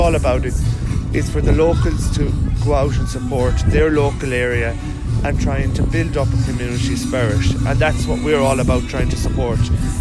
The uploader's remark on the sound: was out and about at the Roscommon Christmas Fair chatting to some of the people who turned up for the festive event.